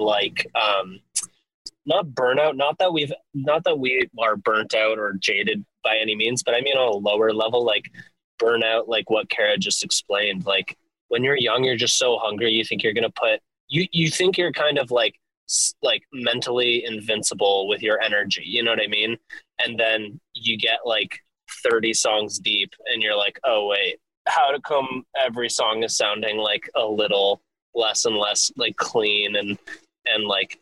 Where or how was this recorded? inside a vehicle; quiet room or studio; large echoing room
inside a vehicle